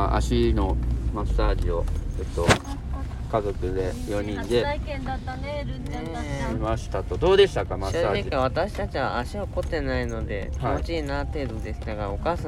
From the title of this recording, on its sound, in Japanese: タイの車中で収録